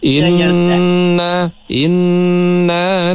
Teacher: Inna tu dengung sikit kan, nun ataupun mim yang ada syaddah, kita dengung dulu dua harkat